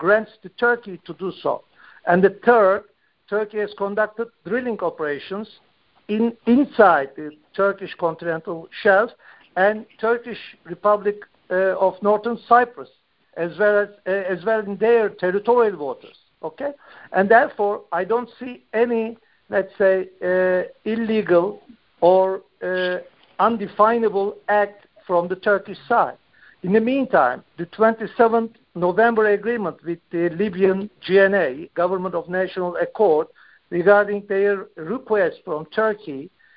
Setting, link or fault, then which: link, phone line